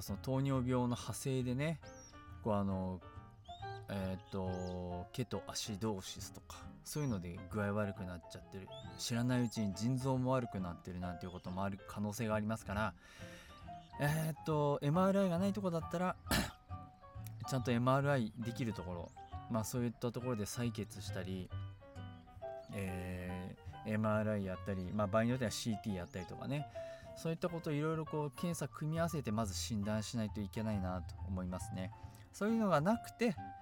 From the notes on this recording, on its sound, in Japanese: 今回はいい天気の時に庭で録音しました。鳥の鳴き声が入っていますがBGMと思って聴いてください。